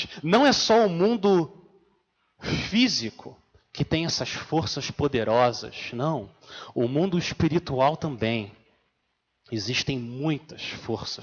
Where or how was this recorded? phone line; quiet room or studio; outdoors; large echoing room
large echoing room